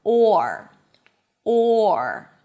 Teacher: You have a nice long open O sound and only at the end you bring the tongue up for the R · IPA: ɔːr